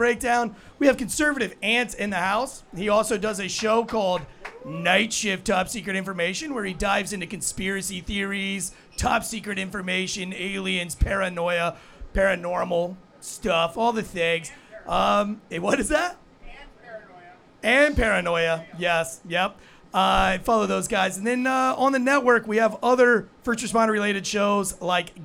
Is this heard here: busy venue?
yes